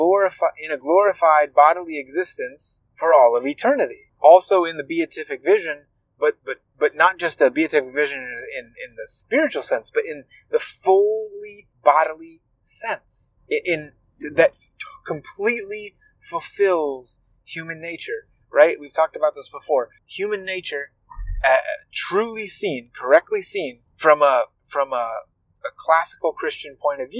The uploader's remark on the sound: I apologize for the wind sounds in this episode. I try to edit them out as much as I can, but sometimes it is unavoidable. This podcast is recorded in a car -- wind is something I have to fight with often while editing, and sometimes the wind wins the fight.